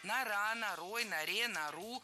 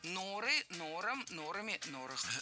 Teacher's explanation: Нару – это правильно, а вот нору все-таки говорить не стоит. Перед нами существительное, в котором ударение в единственном числе падает на окончание, а во множественном – на корень.